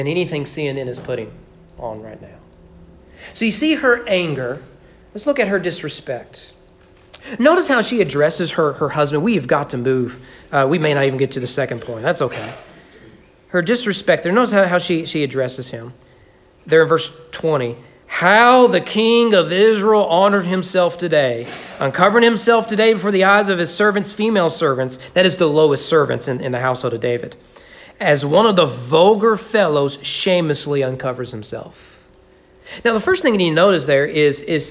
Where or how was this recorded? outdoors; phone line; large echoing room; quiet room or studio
large echoing room